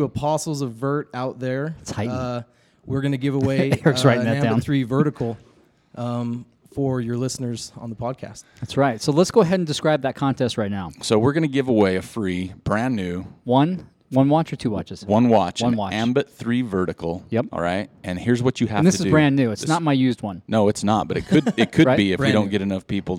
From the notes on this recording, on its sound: We once again found ourselves walking the hallowed halls of AmerSport in Ogden, Utah.